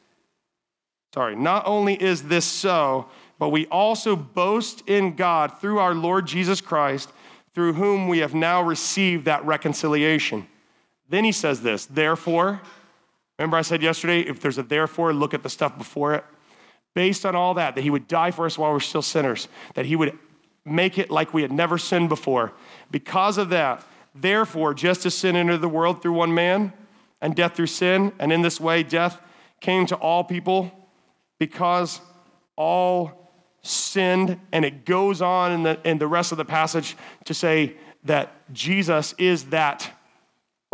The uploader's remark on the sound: Summer Camp Wk7. Evening speaker recordings at our Frontier Town teen summer camp services.